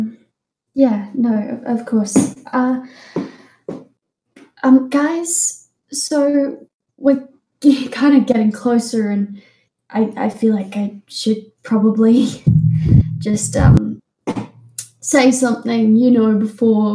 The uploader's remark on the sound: This episode was cut short due to technical issues. (Due to the Covid-19 restrictions we are still playing online so again I apologise for the audio quality and pray you will stick around till we are back on track!).